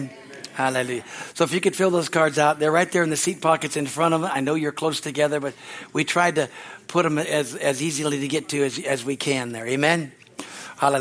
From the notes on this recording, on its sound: From our Easter service on April 9, 2023 at Harvest Bible Church in Stockton, CA.